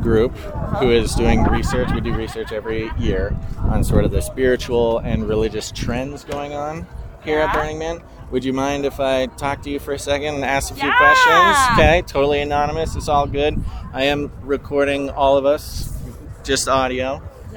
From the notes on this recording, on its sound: Spliced in are raw audio sound from inside the Burning Man Temple, at the Man burn itself, and the voices of random people living amongst the dirt at Burning Man 2023.